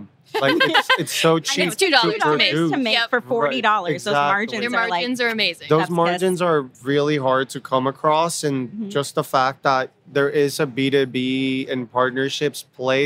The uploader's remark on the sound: Live at INBOUND23